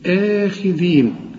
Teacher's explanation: لازم تمد الهمزة دي حركتين